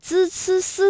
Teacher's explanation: 方教育就非常接近我们今天的公立学校了。当时唐王朝不仅在中央设有这种官学，然后在地方呢，也这个州府县也设立有它的官方的机构。但是你入学呢，不能随便入学的，是根据你父母还有你自己的这个身份决定的。最上的呢是国子学，然后是太学，然后是四门学。好，相关的故事呢，我们先听到这里。那说到这儿啊，我们再来巩固一下有关于今天的语音知识点，知吃诗、滋思思以及鸡栖栖的一个分辨哈。首先呢，我们说这个知吃诗啊，它是翘舌音，那滋思思呢是平舌音，舌面音呢是鸡栖栖，这是他们三个的一个最大的区分。那从发音的角度来说呢，我们读知吃诗啊，这个舌尖呢是要接触或者是接近硬腭的前端的。那另外呢，滋思思呢发音的时候啊，这舌尖是平伸的，是抵住上齿背或者是下齿背，控制舌尖不要抬起